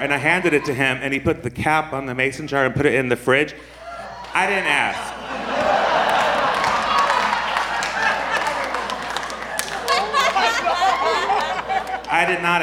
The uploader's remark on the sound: This was recorded at our San Francisco Sketchfest show of January 27, 2017.